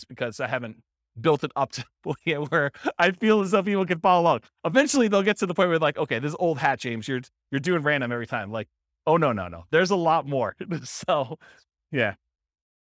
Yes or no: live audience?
yes